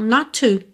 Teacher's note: esse not to você junta num T só